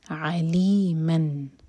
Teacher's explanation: عین حلق سے اور میم پر جو تنوین ہے اس کو ہم کلیئر پڑھیں گے. علیمن، نون کے ساؤنڈ کو نہ تو ہولڈ کریں گے اور نہ ہی چھپائیں گے.